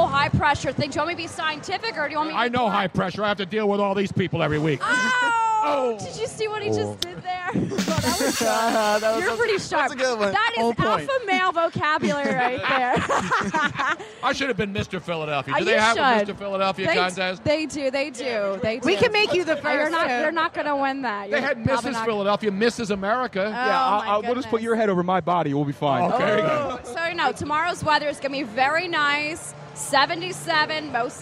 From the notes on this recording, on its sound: We are LIVE at XFinity Philadelphia for the Red Carpet Premiere